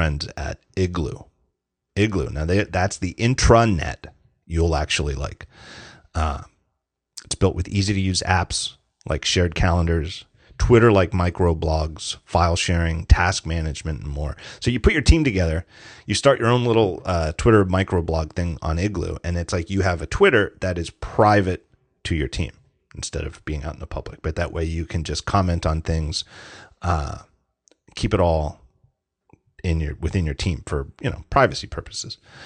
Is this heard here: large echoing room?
no